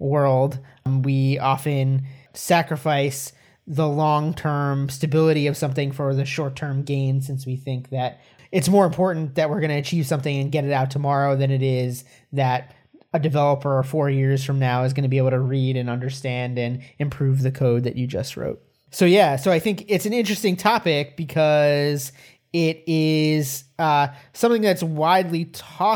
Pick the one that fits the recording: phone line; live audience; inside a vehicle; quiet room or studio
quiet room or studio